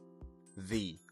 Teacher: Para pronunciarla correctamente, la lengua debe salir y ubicarse justo debajo de los dientes superiores y el sonido es de vibración. La vibración se siente en la garganta y en la punta de la lengua. El viento pasa entre los dientes superiores y la lengua sin separarlos.